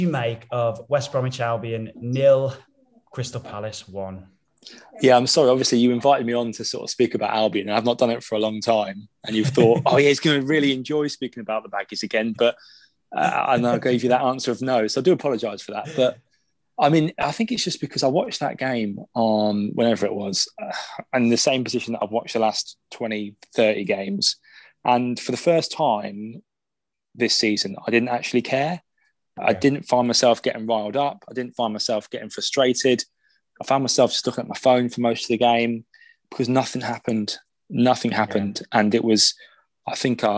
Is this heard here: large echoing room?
no